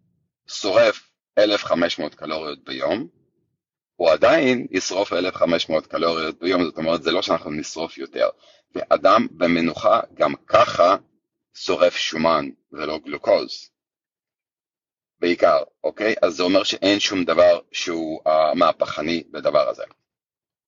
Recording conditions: video call